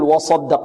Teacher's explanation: وصدق الواو مرققة والصاد مفخمة والدال مرققة والقاف مفخمة. إذن هنا مرقق مفخم، مرقق مفخم.